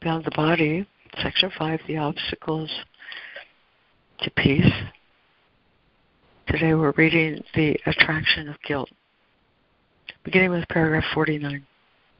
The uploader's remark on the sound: ACIM Daily Conference Call